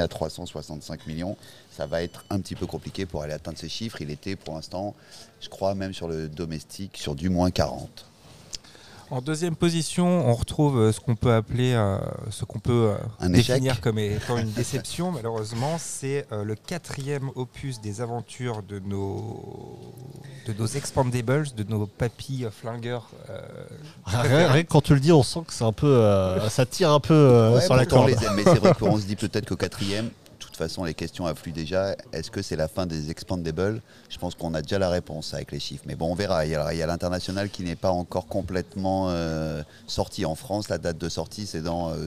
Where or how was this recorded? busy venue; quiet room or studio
busy venue